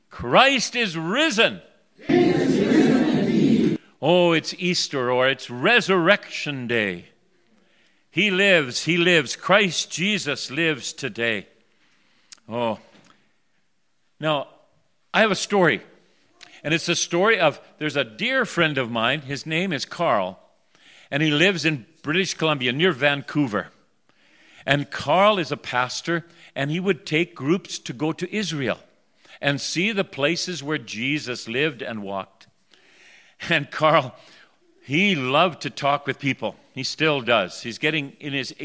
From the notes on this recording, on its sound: The Worship Service for Resurrection Sunday for the Red Deer River, recorded on April 4, 2021.